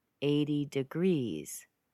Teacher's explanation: 80 isn't stressed more than degrees